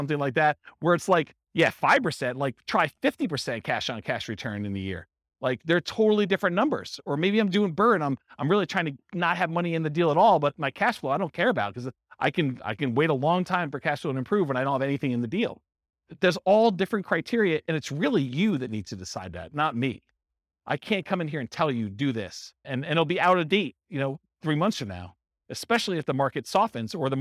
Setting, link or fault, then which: setting, live audience